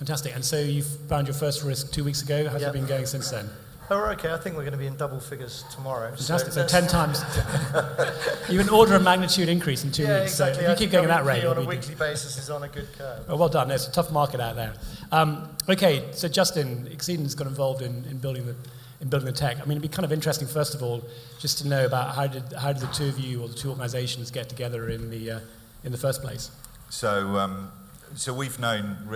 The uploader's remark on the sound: Three more “sofa sessions” in the second extract from of our “MGA, the new frontier for Insurtech” evening event recorded live at The Steelyard London.